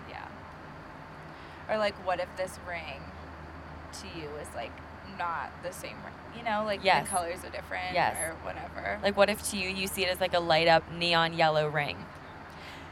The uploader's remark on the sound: We recorded this while I was on my flight to Jamaica. Decided to bring out the mics and record an episode to take my mind off of it even more and it helped so much.